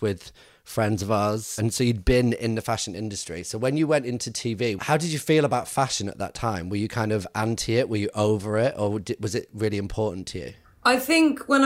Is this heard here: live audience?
no